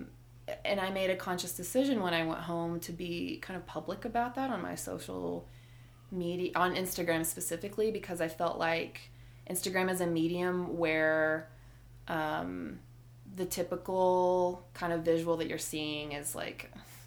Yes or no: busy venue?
no